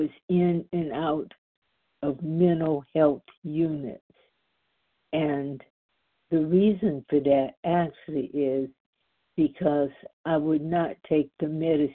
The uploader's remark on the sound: the 100 Pounders Phone Meeting